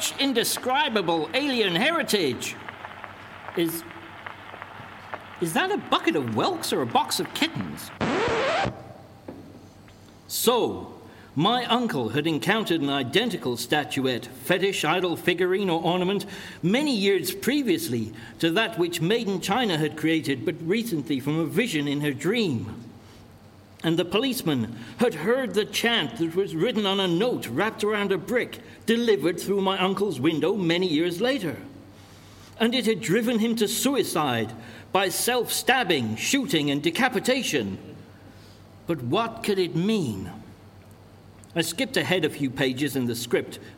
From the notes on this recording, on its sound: Recorded live before an audience at Colchester Arts Centre, 31 October 2021.